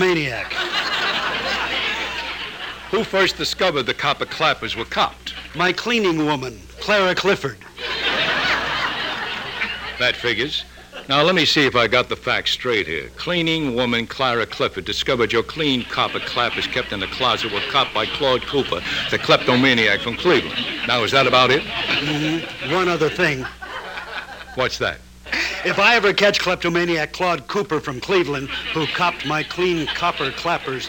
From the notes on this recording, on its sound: Radio re-creations live on stage at the Magic Castle in Hollywood